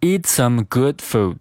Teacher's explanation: some wine, eat some goodfood。那这句话呢，我们需要注意的点比较多。首先是 eat 和 some 中间需要进行一个连读，连读成 eat some, eatsome。其次呢，是后面的 good，不要读成 good，是 good,good。而这个 food，也不要读成 food，它是 food。之后，我们再把 good 和 food 的两个 d 呢进行一个失去爆破的处理